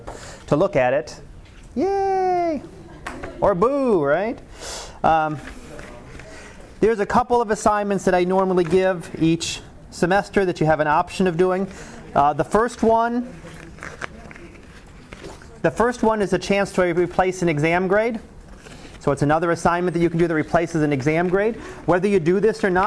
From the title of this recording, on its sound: Live Class Lecture